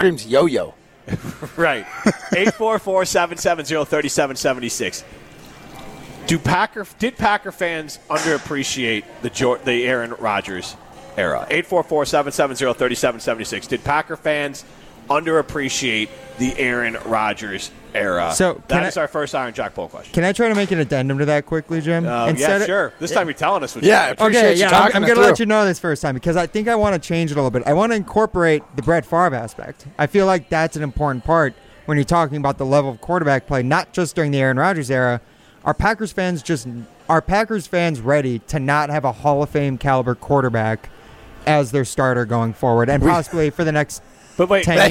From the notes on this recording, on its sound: broadcast live from X-Golf in Middleton